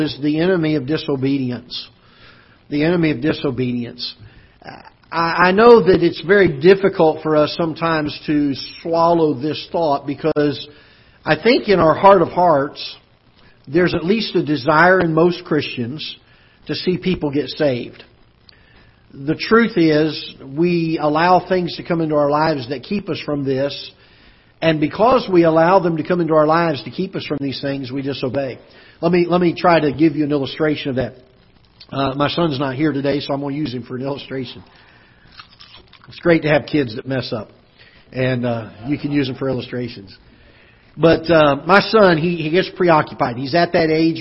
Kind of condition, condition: setting, large echoing room